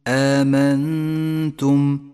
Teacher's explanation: النون الساكنة وبعدها حرف التاء تخفى النون بالتاء · Term: حكم الإخفاء